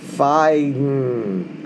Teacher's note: The G and the N are both pronounced in the same place at the back of the throat.